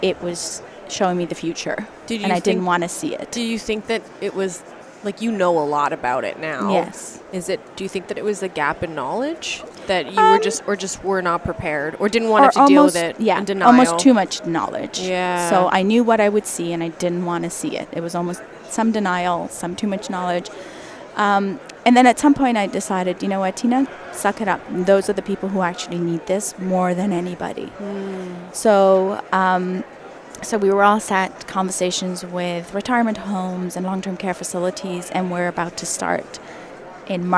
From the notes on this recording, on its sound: It was recorded live at the Ontario Dental Association meeting in Toronto, live on the trade show floor.